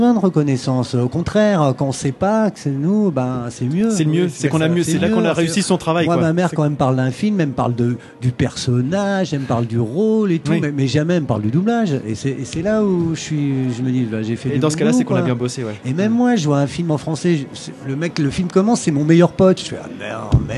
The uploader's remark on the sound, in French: Au coeur de la convention du Fantastique de Rouen.